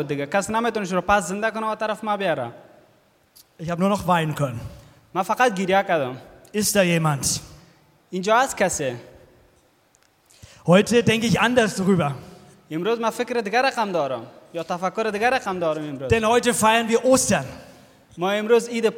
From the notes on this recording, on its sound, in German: aus dem internationalen Ostersonntag-Gottesdienst der Liebenzeller Mission